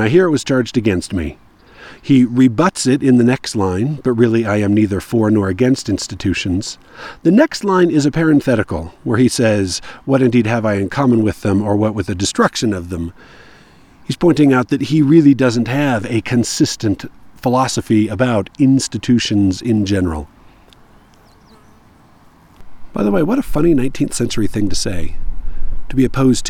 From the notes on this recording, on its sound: I was on a dusty, dry trail somewhere in the American Fork canyon, all by myself (except for the bee that interrupted me while I was recording.